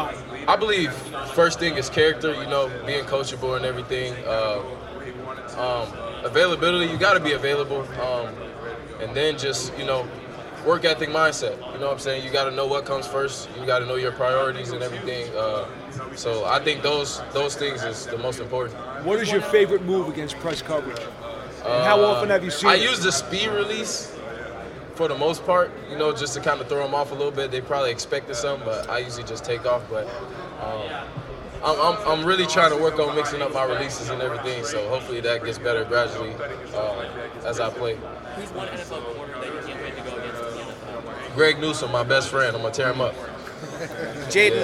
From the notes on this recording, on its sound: Press Conference from the NFL Combine. From the 2023 NFL Scouting Combine.